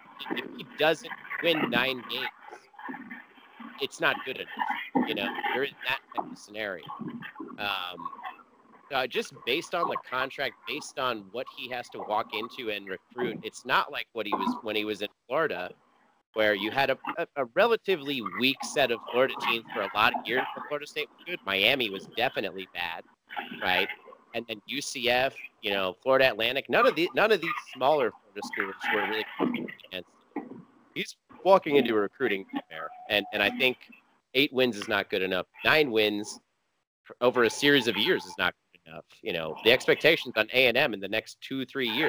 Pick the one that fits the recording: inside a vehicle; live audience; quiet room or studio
inside a vehicle